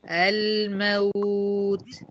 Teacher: اللام بينية والواو رخوة